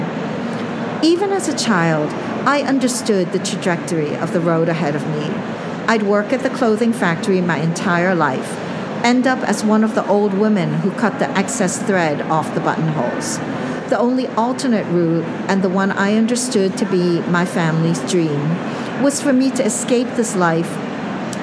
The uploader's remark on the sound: LIVE from ALA 2023! LIVE from the ALA 2023 show floor.